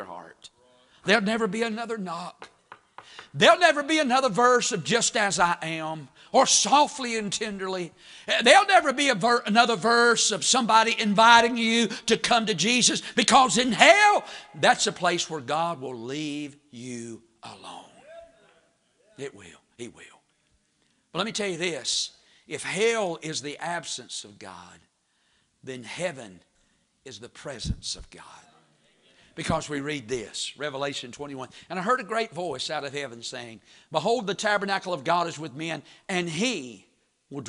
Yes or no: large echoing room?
yes